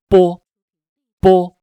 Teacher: 分好心，说好话，让我们一起做更好的自己。大家好，欢迎来到青年好声音，普通话百日训练。今天我们学习双唇音波。波，发音要领呢是嘴唇紧闭。波，有一个气流受阻的过程。波，然后软腭升起，气流在口腔里面，突然间呢，把我们的嘴唇弹开。波，波声带是有震动的，有气流，有声音。波，波。练好这个音非常重要，因为在我们普通话学习过程当中，在我们发声朗诵的过程当中，四项基本功啊，嘴唇、舌头、气息、声音，嘴唇这一块呢，就跟这个波，坡，摸，嘬都有关系。普通话的咬字发音要有弹性，字要圆润，那么跟我们的嘴唇的这个力度、控制感有很大的关系。所以呢，练好这个音啊，有利于我们咬字、发音更加地清晰、饱满。好了，我们一起